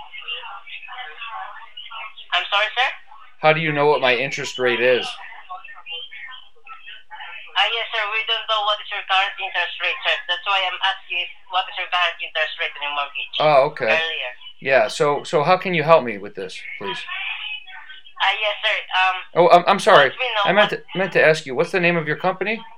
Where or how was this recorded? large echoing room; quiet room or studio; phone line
phone line